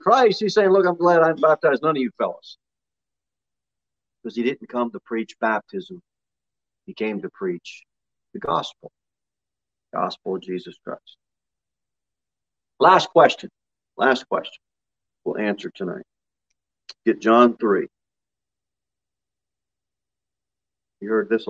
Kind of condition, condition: setting, large echoing room